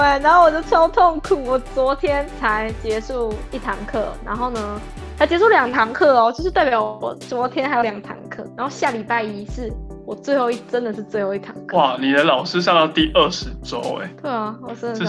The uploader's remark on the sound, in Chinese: 這次是用Google Meet